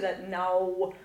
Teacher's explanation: the English speaking diphthongs don't get to the closed vowels that a German one would get to